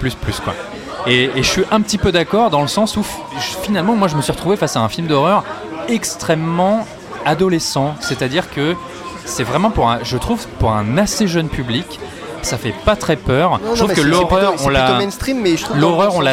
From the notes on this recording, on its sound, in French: Enregistré au Hurling pub (8 Rue Descartes, 75005 Paris), le vendredi 30 août 2019.